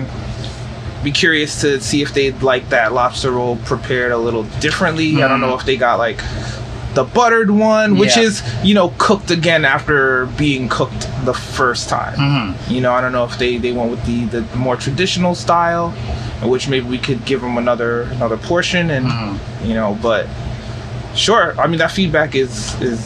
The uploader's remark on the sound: Live in Restaurant